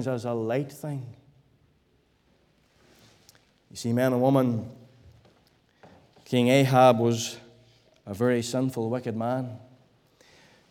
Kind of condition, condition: setting, large echoing room